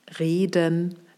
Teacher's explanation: Fall 1, das geschlossene lange E, zum Beispiel bei dem Wort reden. Das erste E ist lang und geschlossen.